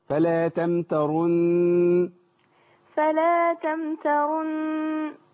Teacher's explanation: هقف بغنه نون مشدده واقف بالراء المضمومه بس، يعني الراء المضمومه بعديها النون المشدده.